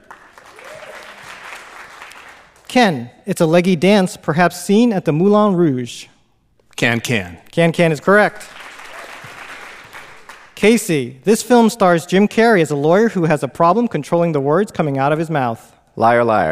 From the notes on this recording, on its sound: A super special episode recorded live at New York Comic Con Super Week.